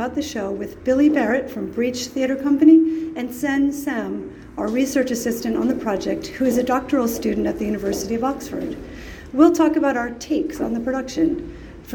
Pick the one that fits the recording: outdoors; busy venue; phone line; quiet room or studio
busy venue